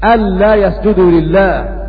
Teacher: وباقي القراء قرأوا بإدغام أن في اللام الزائدة